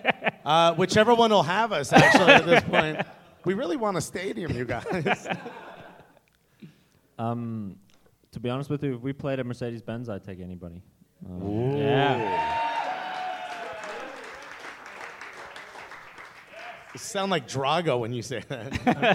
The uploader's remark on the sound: Live Podcast at Red Clay Comedy Festival. This episode was recorded live at Argosy in East Atlanta Village.